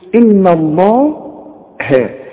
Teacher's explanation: إذا مديت شفايفك هتطلع اللام مفخمة صحيحة، وإذا رجعت شفايفك على هيئة ابتسامة هتطلع الهاء مرققة، ودي المطلوبة. · لفظ الجلالة المفتوح دائما مفخمة، لكن الهه دائما مرققة